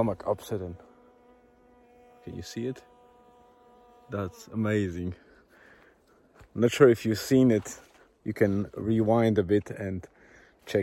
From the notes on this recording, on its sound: I decided to dictate this post on my phone as I walk through the forest and while my wife is doing her daily walk at Murvagh Beach.